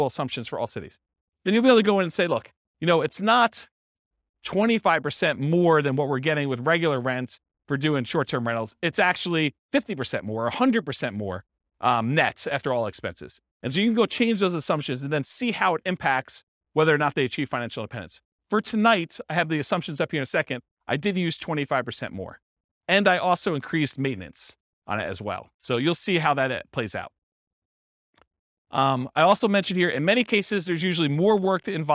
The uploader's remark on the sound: This was a live class recorded